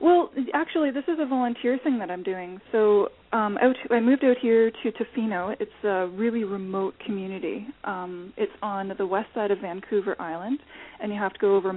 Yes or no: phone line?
yes